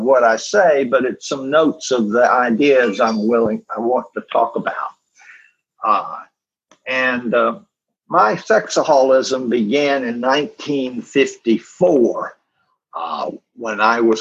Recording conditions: video call